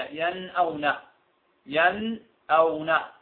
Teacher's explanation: إظهار في نفس ياش الكلفة، نظهر النون ننطقها بصورة طبيعية ين أو ن، ين أو ن، نون طبيعية خالية من التشديد، خالية من الغنة